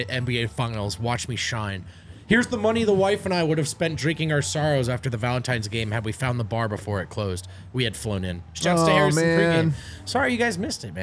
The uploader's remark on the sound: LIVE from the DNVR bar